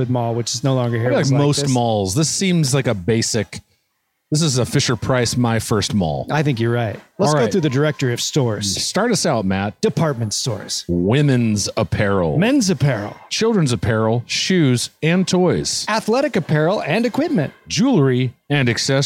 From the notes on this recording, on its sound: as they walk a local mall